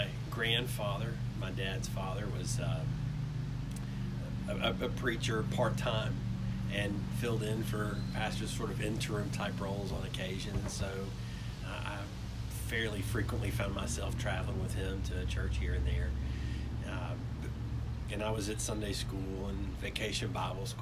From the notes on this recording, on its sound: From the front porch, amidst the sounds of the wind, lawnmowers, birds, cats, and cars